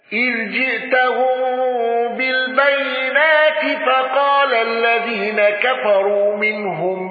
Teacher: ابن كثير بصلة ميم الجمع